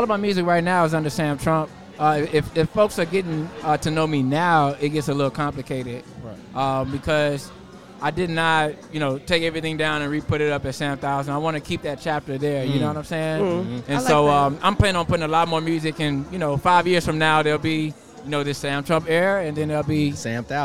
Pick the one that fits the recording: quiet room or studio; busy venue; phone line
busy venue